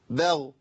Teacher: حرف مفخم ساكن متوسط التفخيم بغ، بس في ناس بتبالغ فيها ويقول لك ايه بغيا.